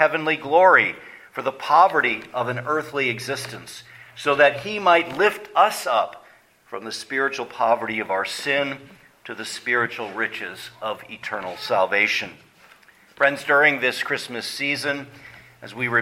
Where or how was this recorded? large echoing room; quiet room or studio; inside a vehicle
large echoing room